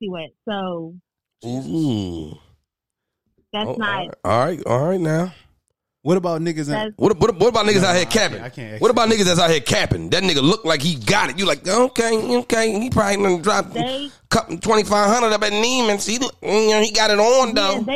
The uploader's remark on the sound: We also take 2 phone calls